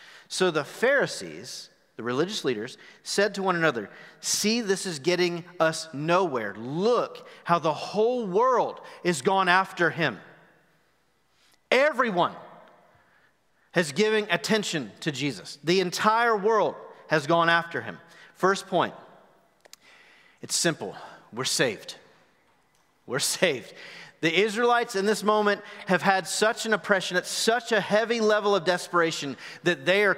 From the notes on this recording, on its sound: Recorded live at The Fellowship at Two Rivers on March 28, 2021.